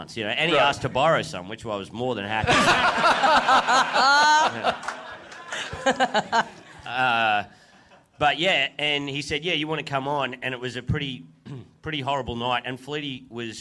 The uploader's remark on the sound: Recorded LIVE at the European Bier Cafe on April 23, 2017.